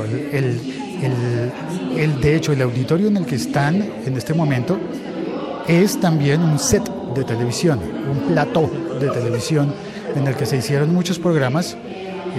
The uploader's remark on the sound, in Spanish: Podcast grabado en directo en el cumpleaños 77 de la radio pública en Colombia.